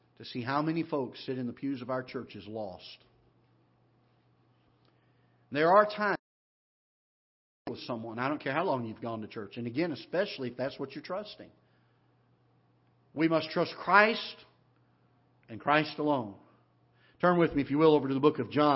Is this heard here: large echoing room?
yes